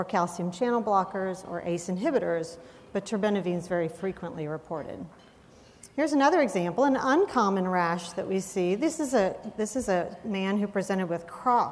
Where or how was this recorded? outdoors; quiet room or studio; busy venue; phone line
busy venue